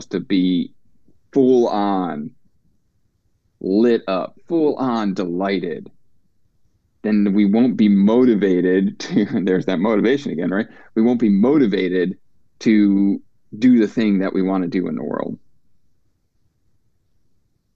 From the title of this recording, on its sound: LIVE group call